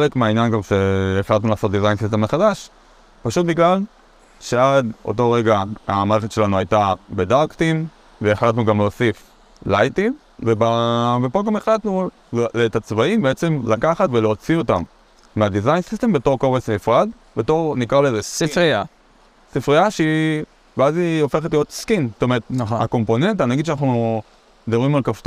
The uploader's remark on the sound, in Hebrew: להקלטה מיוחדת ישר מחוף הים